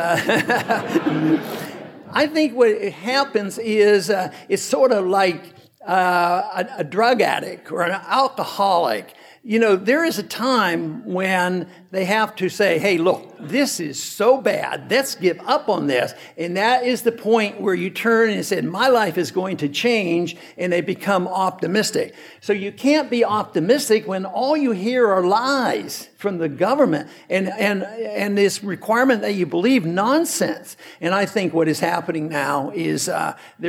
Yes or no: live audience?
yes